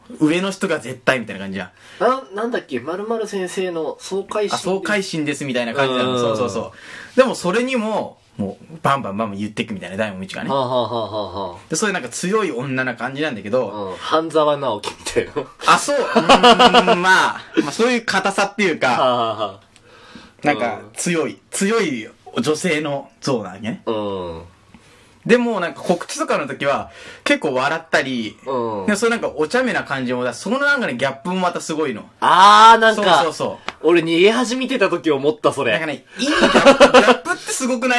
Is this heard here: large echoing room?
no